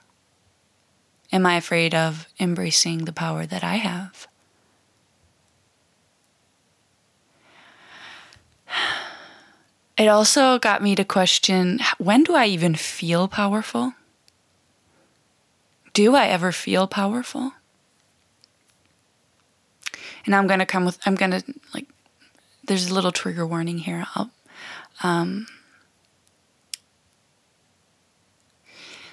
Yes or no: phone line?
no